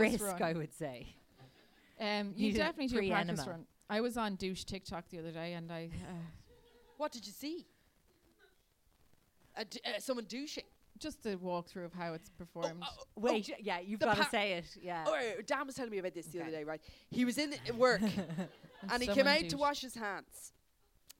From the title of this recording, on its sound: LIVE AT THE LIGHTHOUSE